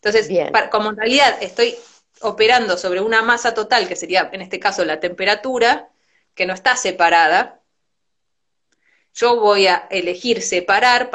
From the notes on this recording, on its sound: Instagram live